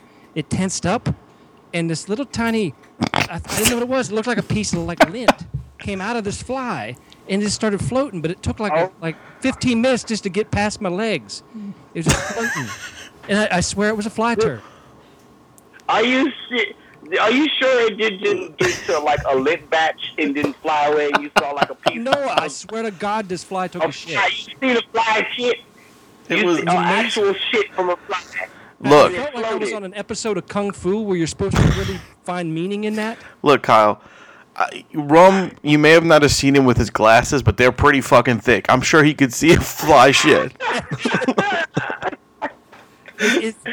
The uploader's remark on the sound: joins the guys through his string and tin can telephone